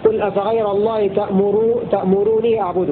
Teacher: قرأ نافع بنون واحدة مخففة مع قصر الواو قبلها هكذا قل أفغير الله تأمروني أعبده ويفتح الياء تأمروني أعبده.